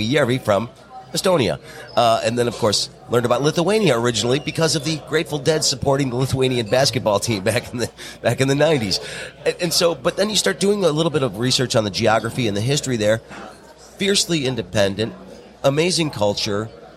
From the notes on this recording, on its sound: We caught up with the Ambassador at the Detroit Regional Chamber's annual Mackinac Policy Conference